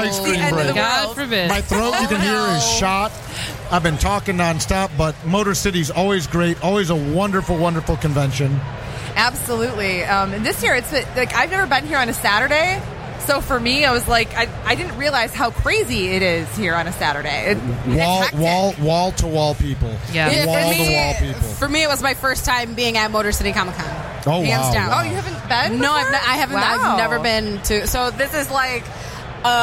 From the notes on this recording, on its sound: Live From Motor City Comic Con